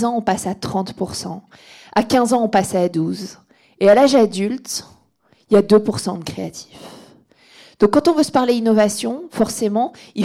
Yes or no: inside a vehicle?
no